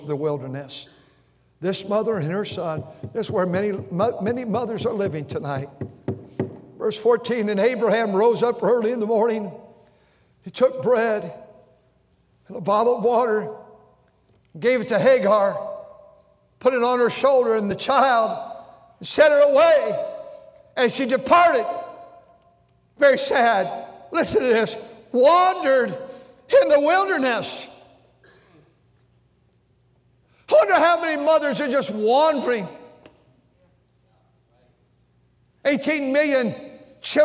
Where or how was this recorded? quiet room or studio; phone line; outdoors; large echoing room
large echoing room